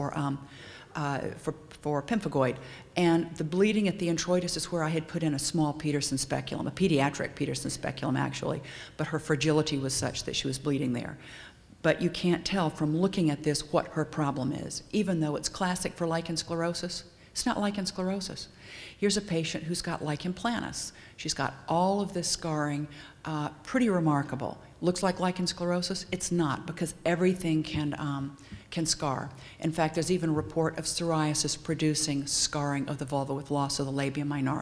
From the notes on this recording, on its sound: Audio podcast from the 6th Annual Fall Conference in Tampa, Florida.